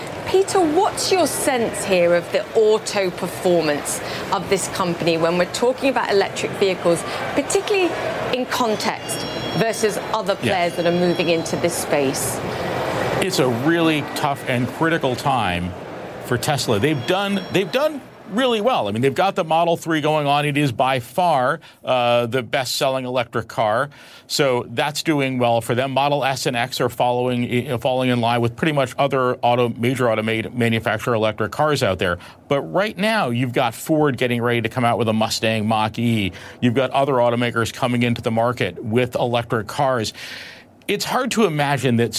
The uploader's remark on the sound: live from the New York Stock Exchange